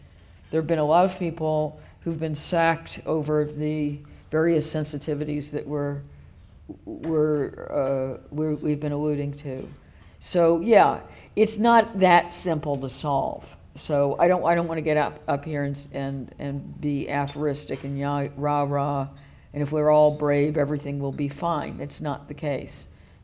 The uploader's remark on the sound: The John Bonython Lecture is the annual Gala event for the Centre for Independent Studies.